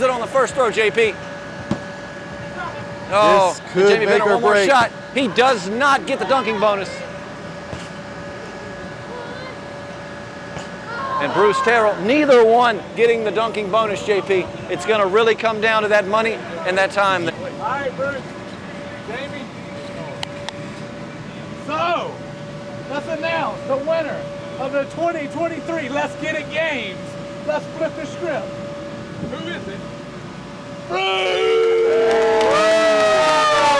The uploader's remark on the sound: Report live from the Rogers annual Let's Get It Championship. This championship consists of a physical competition in which the Rogers team members split up into two teams and compete for a prize.